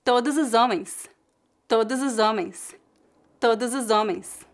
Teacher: Note que fizemos duas ligações: todos os, todos os homens, os homens. Como a letra H é muda, foneticamente a palavra homens começa com a vogal O.